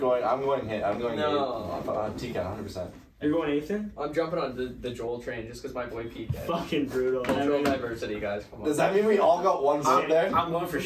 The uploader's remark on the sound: SORRY FOR AUDIO PROBLEMS. We are so sorry for the audio problems in this ep!